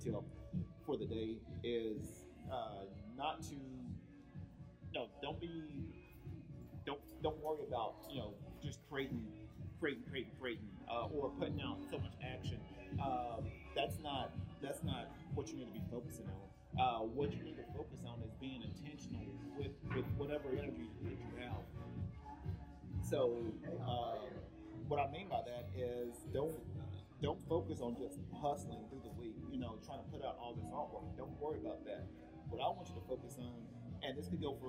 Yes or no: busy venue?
yes